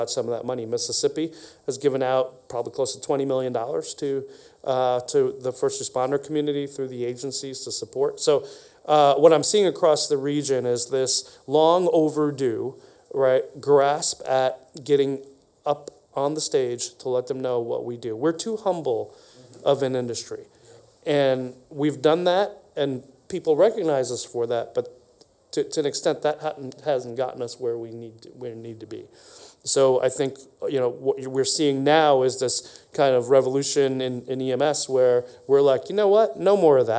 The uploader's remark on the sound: Recorded at the recent AAA Stars of Life event.